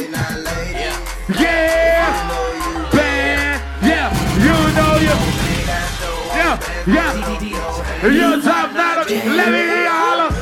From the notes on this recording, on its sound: AFRO BEATS AND VIBES LIVE AT THE CAMP IN HUNTSVILLE AL LAST HR MIX SESSION.